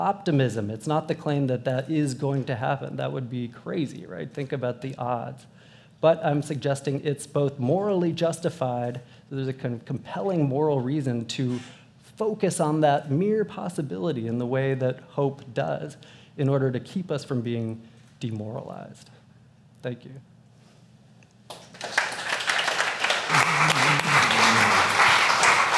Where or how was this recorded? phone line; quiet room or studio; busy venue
busy venue